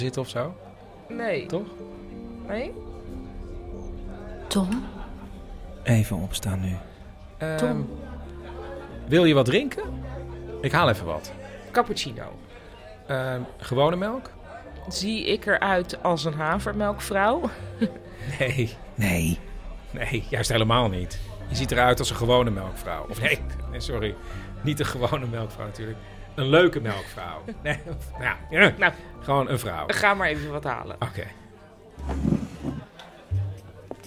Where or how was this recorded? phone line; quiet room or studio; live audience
live audience